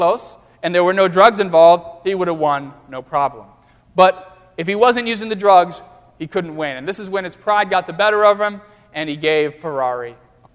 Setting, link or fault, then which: setting, large echoing room